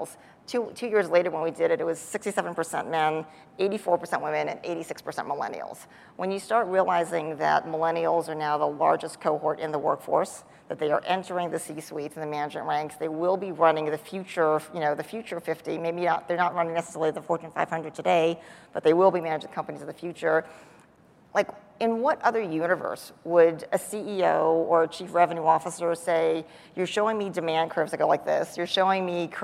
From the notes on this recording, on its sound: The best of live interviews from GreenBiz events.